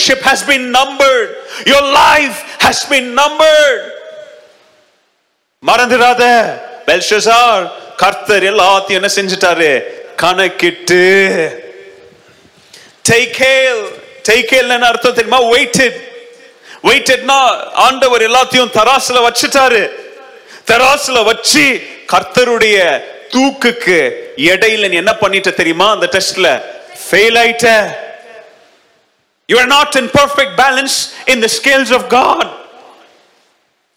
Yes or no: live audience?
yes